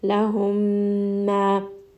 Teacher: we are going to merge the first meme into the next meme. There is also a shadda, meaning that there is going to be a lot of ghunna happening here.